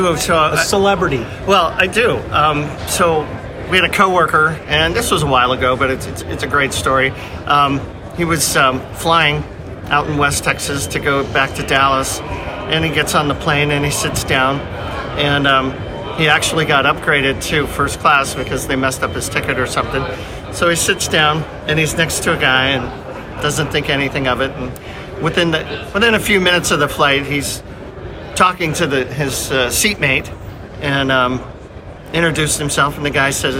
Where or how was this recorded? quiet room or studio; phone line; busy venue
busy venue